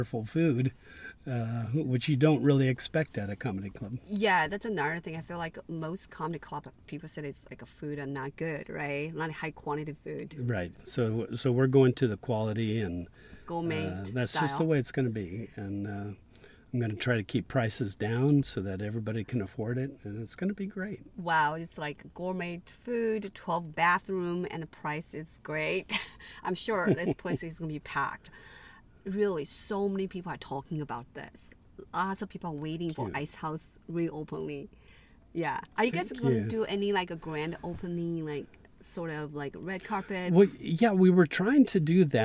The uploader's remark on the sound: Cat Jam In The Car.